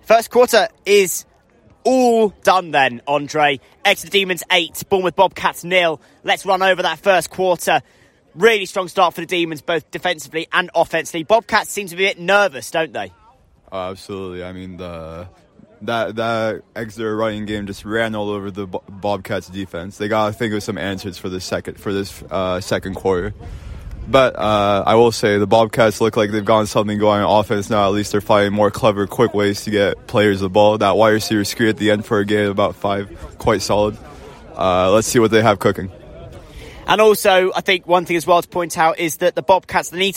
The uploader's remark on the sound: Live commentary from the Rubber Crumb